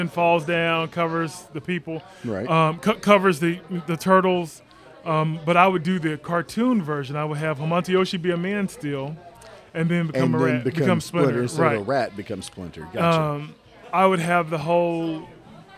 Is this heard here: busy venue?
yes